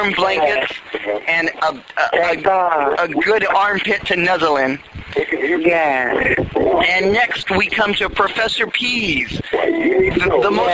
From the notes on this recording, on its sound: RBCP's Personal Prank Phone Calls Collection